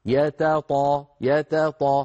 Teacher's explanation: التقى في النطق تاء وهي مرققة وطاء وهي مفخمة، فلا بد من بيانهما، يتط يتط، ولا نقول يتطهرون.